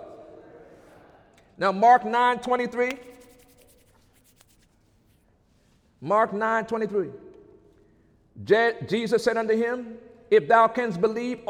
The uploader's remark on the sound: During Sunday morning service on April 16, 2017